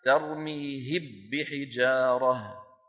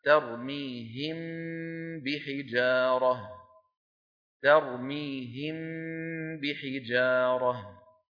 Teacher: ولو أدغمنا لقلنا ترميهب بحجارة، فلا هذا ولا ذاك، لا نقول ترميهم بحجارة بارتفاعتين ولا ندغم الميم في الباء، وإنما نطبق الشفتين على الميم ونطول غنتها ثم ننطق الباء · Shown in: second take · Term: الإخفاء